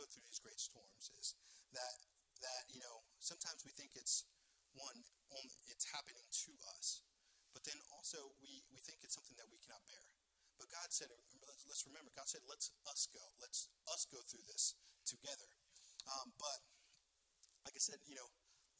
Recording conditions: large echoing room